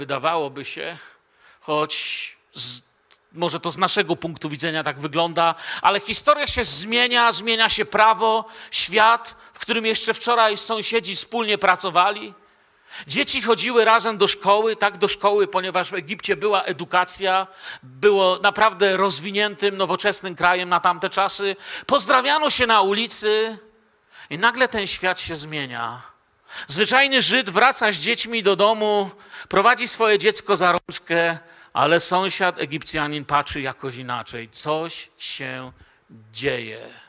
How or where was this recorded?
large echoing room